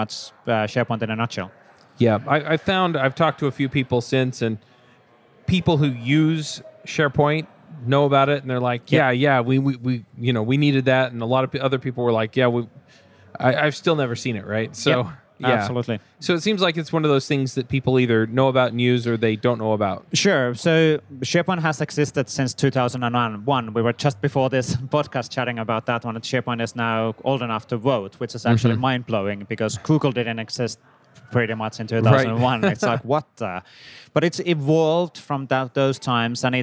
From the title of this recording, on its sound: LIVE at Microsoft Build